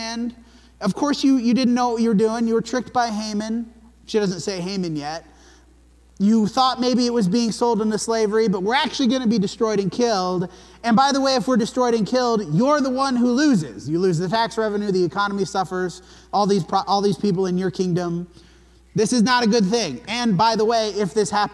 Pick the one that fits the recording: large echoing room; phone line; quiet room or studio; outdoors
large echoing room